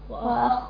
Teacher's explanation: يخش على الخاء إيه؟ بالتفخيم النسبي لأنها إيه؟ ساكنة